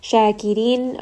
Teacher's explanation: Bishakirin, and then sheen has tafashi, so the sound is going to spread a bit in the mouth, and this is a two-count med. Shakirin, ra in this case is going to be light because it has a kasra, and then this is going to be a four-count mad'arid lissukun.